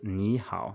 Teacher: You, you don't write a rising tone on the first syllable in ni hao. Uh, now we all know it's pronounced ni hao with a rising tone, but it it's always written with two third tones in pinyin.